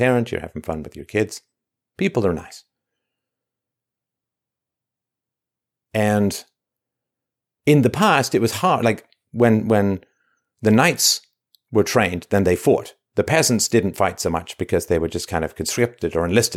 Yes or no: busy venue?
no